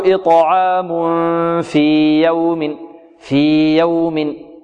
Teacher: نمد الياء هنا بمقدار حركتين · Term: الإظهار